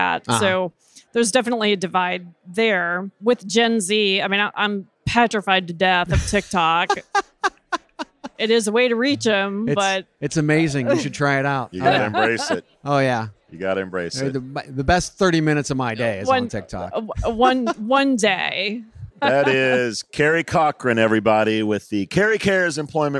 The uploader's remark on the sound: Live from TA Week at the Qualifi booth.